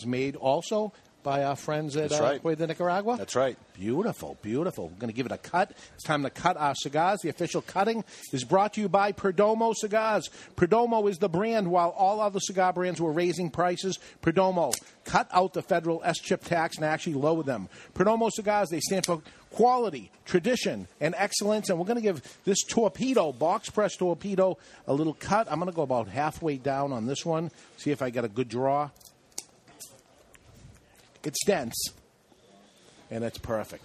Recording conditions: busy venue